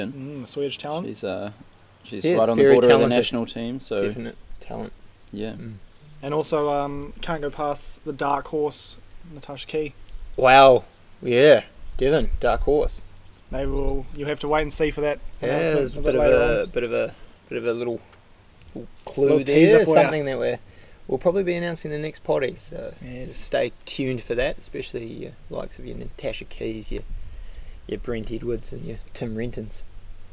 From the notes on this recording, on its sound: We apologise for the poor audio quality, we recorded with only 1 mic outside.